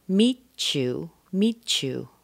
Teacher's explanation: The T plus a Y gives you a ch.